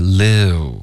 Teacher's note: 它是一个滑动 liu,别发成撸